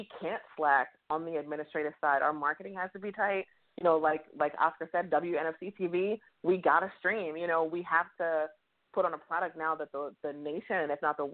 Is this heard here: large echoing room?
no